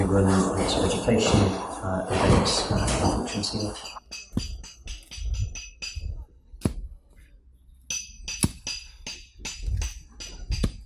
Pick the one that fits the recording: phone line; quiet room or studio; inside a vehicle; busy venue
busy venue